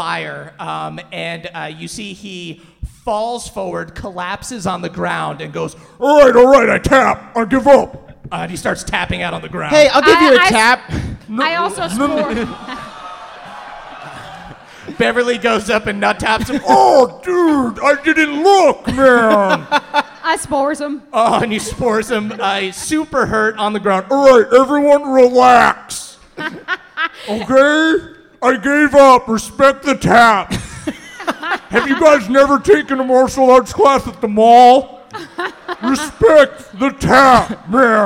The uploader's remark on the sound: NADDPOD Live in Chicago